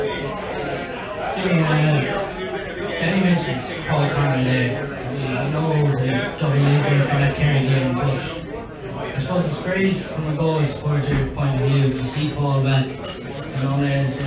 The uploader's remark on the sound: This week we are live from Taaffes Bar